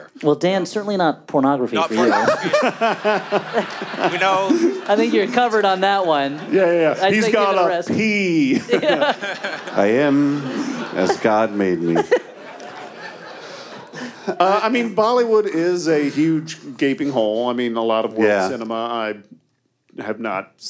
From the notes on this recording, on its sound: We're giving you one more live show from our recent west coast tour, before returning to regular "in studio" episodes next week. Recorded live at the Rio Theater in Vancouver, British Columbia.